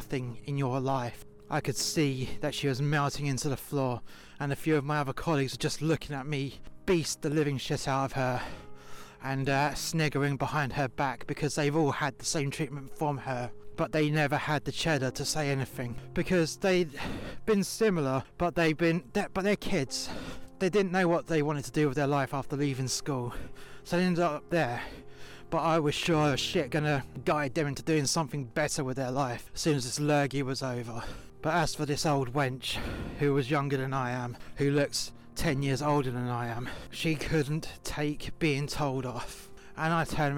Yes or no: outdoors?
yes